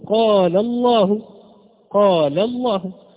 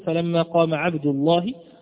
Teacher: إذا كانت مسبوقة بحرف مفتوح أو مضموم فيكون حالها مفخم فتفخم هذه اللام · Term: مفخمة